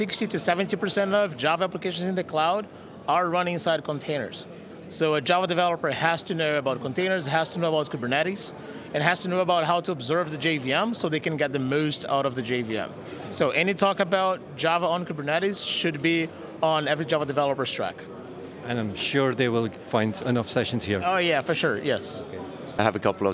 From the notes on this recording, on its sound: Report of Devoxx '23 in Belgium. Over 3000 Java developers, speakers, and enthusiasts gathered to share their knowledge and learn from each other. I got the opportunity to walk around with a microphone and talk to visitors and speakers. There were just too many people and too many exciting sessions happening simultaneously.